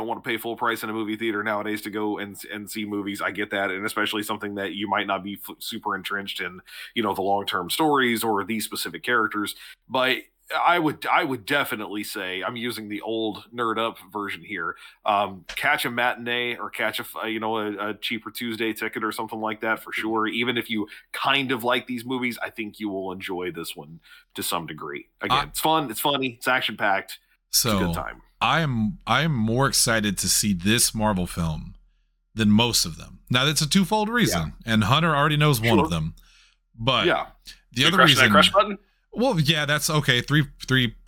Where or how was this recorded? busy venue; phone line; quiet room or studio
quiet room or studio